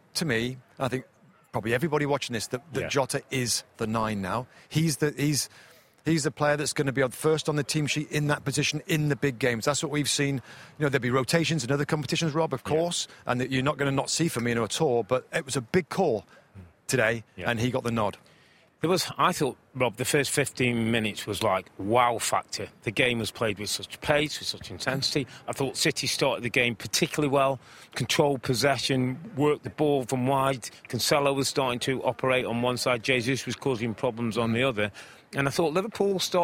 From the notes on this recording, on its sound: on location from the Etihad Stadium